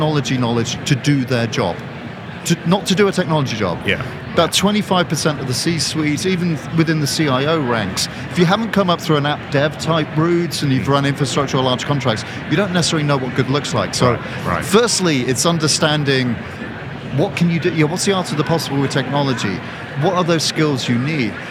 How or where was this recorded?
busy venue